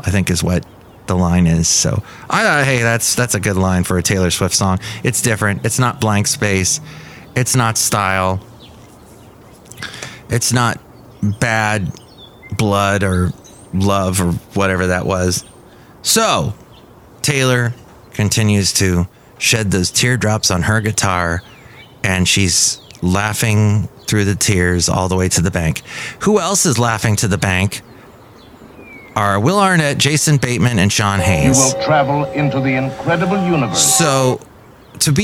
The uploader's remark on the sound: podcasts live from Café Anyway